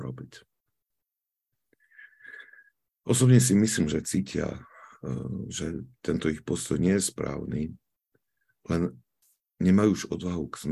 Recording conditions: video call